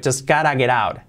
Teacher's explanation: Ese got to, las dos T's, la hacen como una R suave